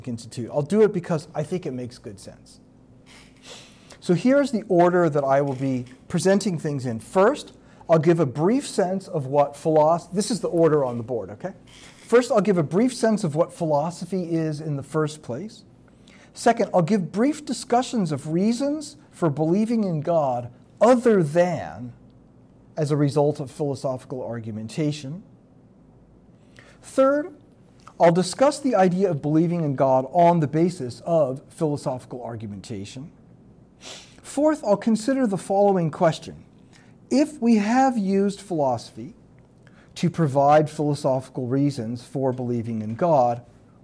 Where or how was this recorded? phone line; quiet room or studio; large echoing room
large echoing room